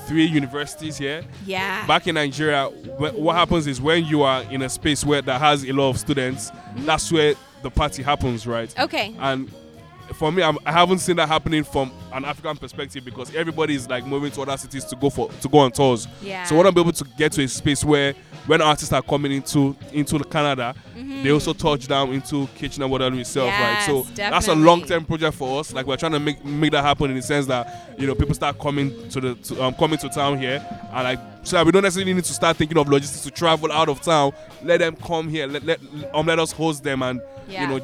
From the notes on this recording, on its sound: LIVE from Breithaupt Block. The grand opening of the new Breithaupt Block Parkette at King and Wellington in Midtown.